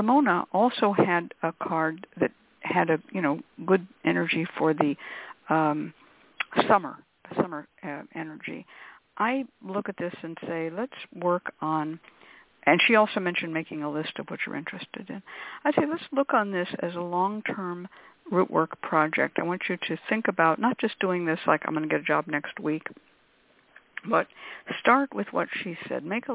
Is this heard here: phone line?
yes